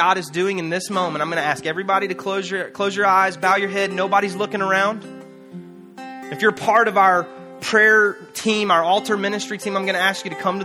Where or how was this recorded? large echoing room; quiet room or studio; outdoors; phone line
large echoing room